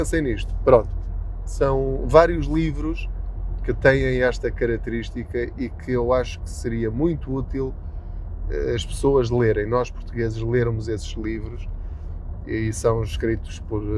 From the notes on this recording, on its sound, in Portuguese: Não ligue aos barulhos da viagem.